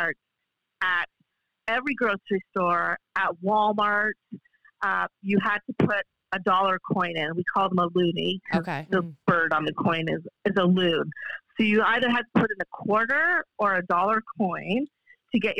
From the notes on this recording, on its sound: Phone Interview!